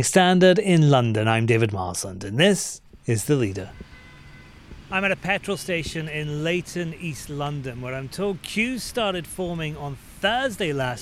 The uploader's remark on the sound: Recorded at a petrol station in East London.